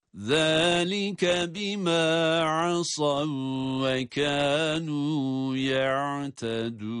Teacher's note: Şimdi burada cezimli olan vav diğerine, diğer kendisinden sonraki vava idgam edilmektedir, ancak tutma yapılmaz. Neden? Bima asav ve kanu derken vav harfi şeddeli gibi okunur.